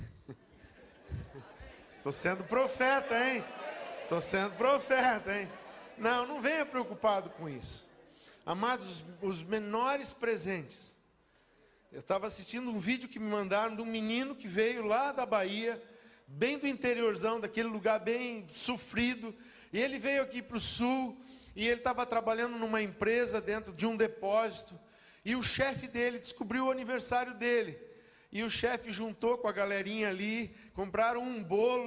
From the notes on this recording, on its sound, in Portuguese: Dia 19/11/2022 na Igreja ABA Bumenau (Transmitido ao vivo)